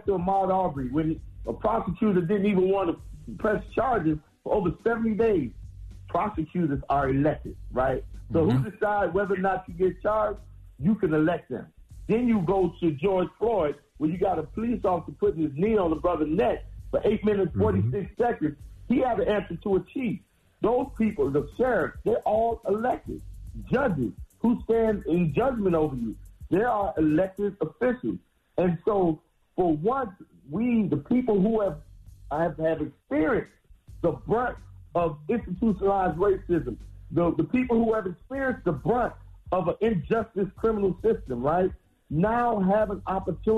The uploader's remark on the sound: we opened up the phone lines